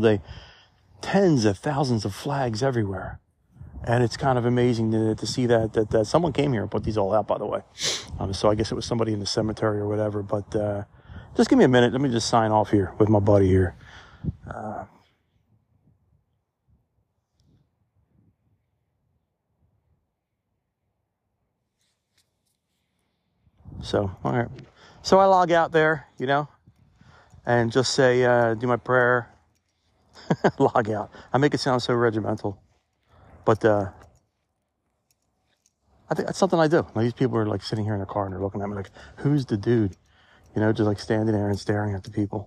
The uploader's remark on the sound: Reporting Live From the Cemetery! Take a walk with me.